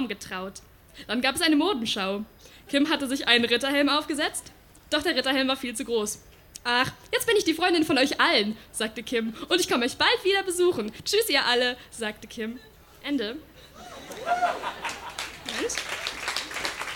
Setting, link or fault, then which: setting, live audience